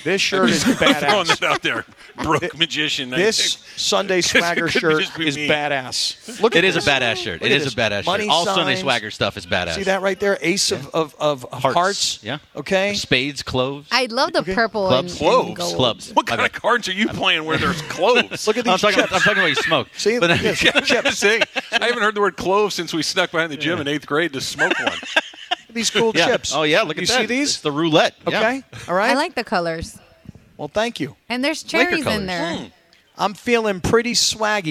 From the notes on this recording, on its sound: live from Hollywood Park Casino